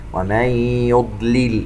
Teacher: نون ساكنة وبعدها حرف الياء إدغام بغنة